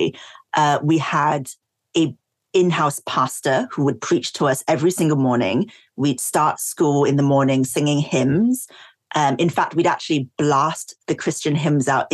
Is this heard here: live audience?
no